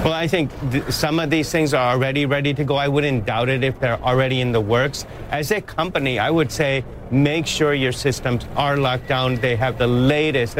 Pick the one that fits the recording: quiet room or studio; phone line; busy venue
busy venue